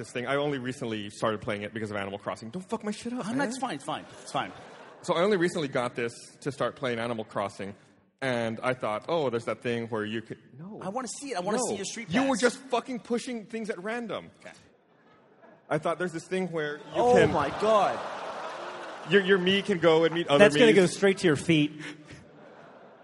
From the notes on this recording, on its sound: RT does it live from RTX 2013!